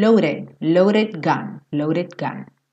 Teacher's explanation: Mas ele reduziu esse D para o som de rarara